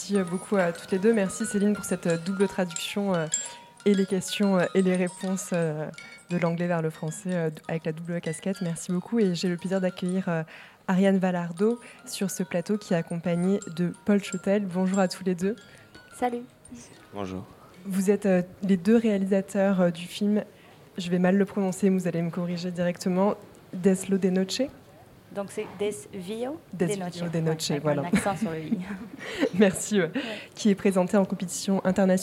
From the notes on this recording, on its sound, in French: Premier plateau radio du FID, édition 2022, enregistré mercredi 6 juillet 2022 depuis la brasserie Blum.